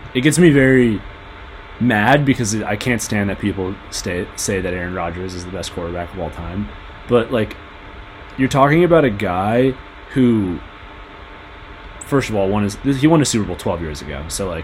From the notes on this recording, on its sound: There is some background noise that occurs throughout the recording. We apologize for this unfortunate technical difficulty.